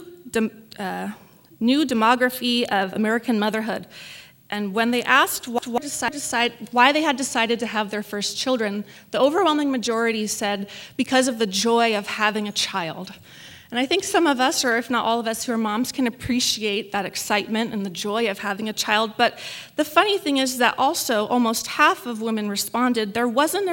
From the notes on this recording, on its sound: This message was recorded in front of a live audience at the 2016 Birth Choice of Temecula Baby Shower event hosted by Rancho Community Church in Temecula, CA.